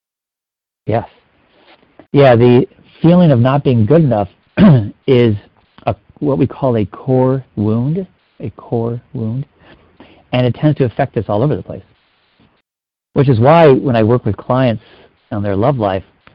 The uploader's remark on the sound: Finding Love Live Q&A Calls.